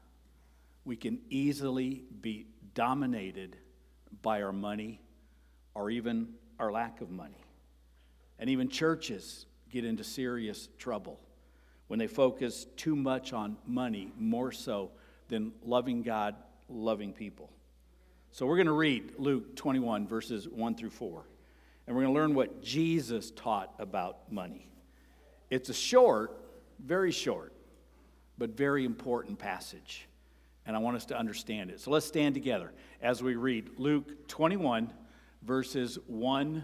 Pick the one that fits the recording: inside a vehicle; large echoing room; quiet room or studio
large echoing room